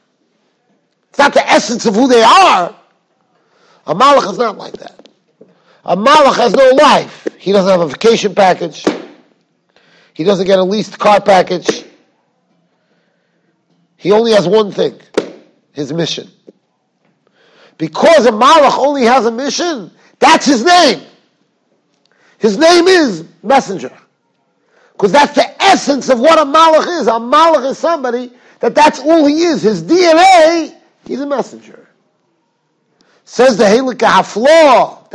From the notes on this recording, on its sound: Shiur recorded in Yeshivas Ohr Reuven, Monsey, NY.